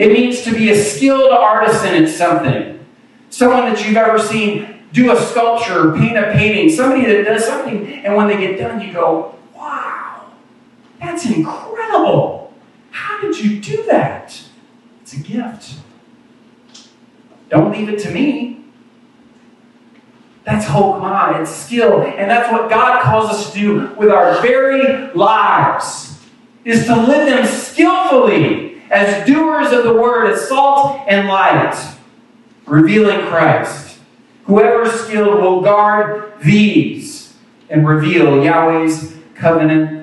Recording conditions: poor sound quality